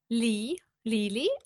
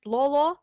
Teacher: In word Lily, we have soft consonants, and Lolo, we have hard consonants.